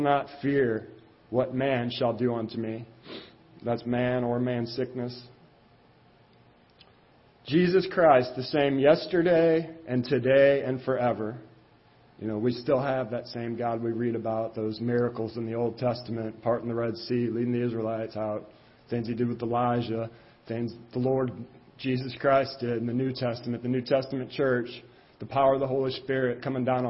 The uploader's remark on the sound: Ketha Heights Baptist Church ~ Live Broadcast